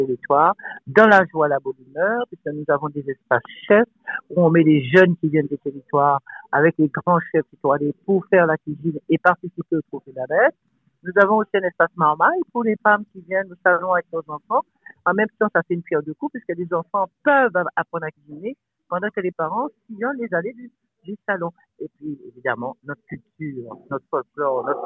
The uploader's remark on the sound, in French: En direct au téléphone